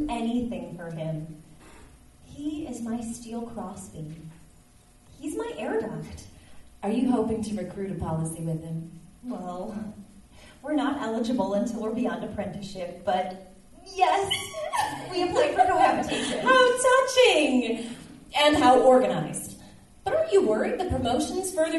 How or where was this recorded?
live audience